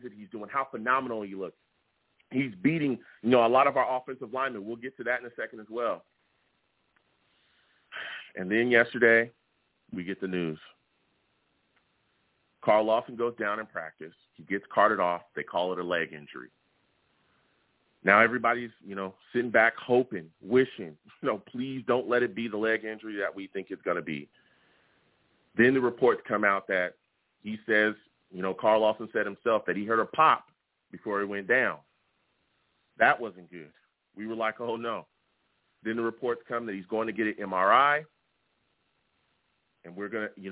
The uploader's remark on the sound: I take live callers as well!